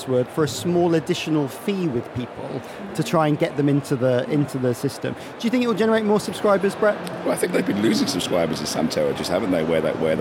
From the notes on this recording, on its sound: Recorded this week at The Podcast Show in Islington’s Business Design Centre